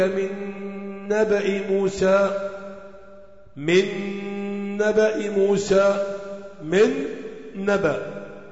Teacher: نون في النون إدغام، راح حط لك تشكيلة شدة وفتحة وعرة الأولى، الأولى معرة، النون الأولى معرة مش على حاجة، التانية شدة وفتحة يدل على إدغام الاثنين تعرية.